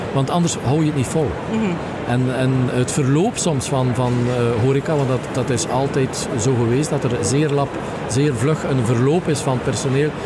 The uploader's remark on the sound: Horeca Expo Live